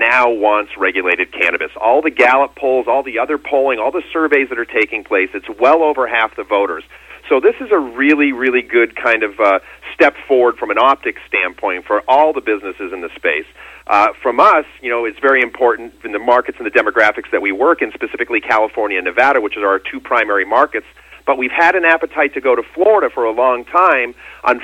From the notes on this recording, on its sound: called in to SmallCapVoice